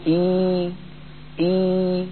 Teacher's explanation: نطق الحرف العربي. يفتح القارئ فمه فتحا وسطا لا مبالغة فيه، وإذا نطق الياء يقول إي بخفض الفك السفلي، ويستطيع المتكلم أن يفتح فمه ويخفض فكه في آن واحد